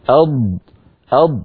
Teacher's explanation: بينا بأن الضاد تخرج من حافة اللسان يعني لما هذا اللسان لما يقول الإنسان أض فيقرع بلسانه غار